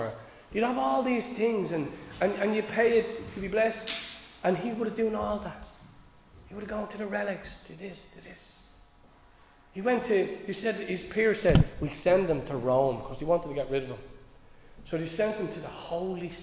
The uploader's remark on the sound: Recorded live in Liberty Church.